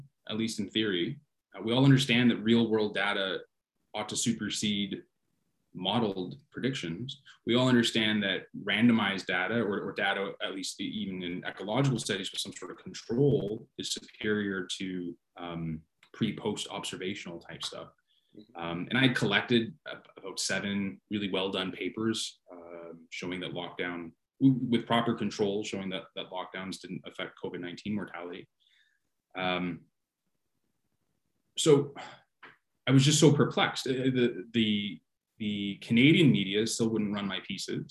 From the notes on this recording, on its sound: Apologies for sound quality or editing glitches, but I’m doing this on my own and am definitely an amateur. I plan to get a better microphone so that you can hear me better, as I realize the sound quality is thus far not the best.